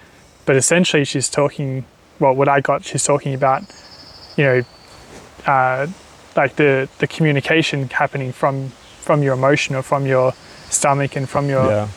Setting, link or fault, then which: fault, sounds in the background